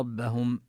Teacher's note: ربهم الراء مفخمة والباء مرققة، ونبين ضمة الهاء بوضوح، والميم حكمها الإظهار قبل الهمزة.